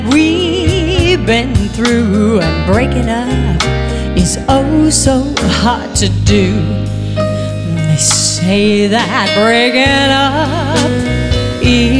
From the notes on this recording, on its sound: Live at the SouthPoint